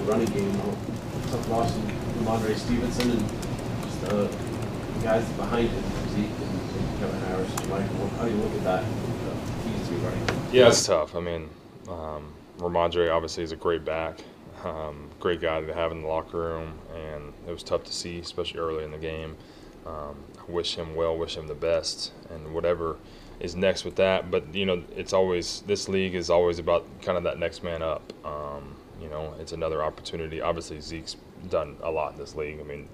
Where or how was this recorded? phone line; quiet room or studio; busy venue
busy venue